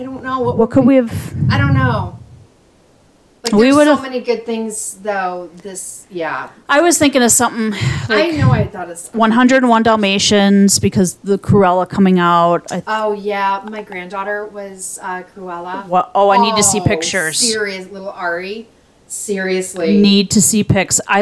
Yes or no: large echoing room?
no